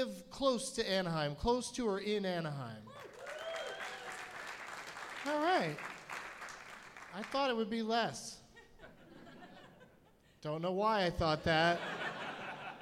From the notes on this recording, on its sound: Live from the Now Hear This Fest in Anaheim.